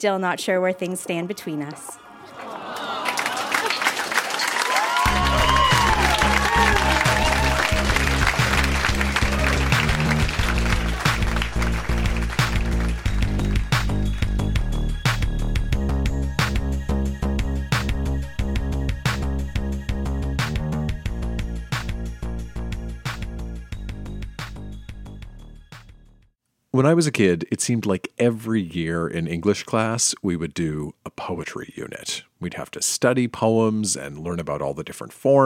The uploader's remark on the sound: Recorded live at Yuk Yuk’s in Ottawa.